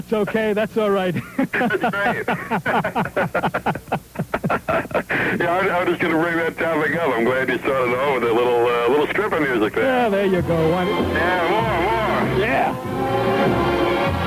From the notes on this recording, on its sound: A couple of call ins. On the “Sun Radio Network” (Tampa, FL).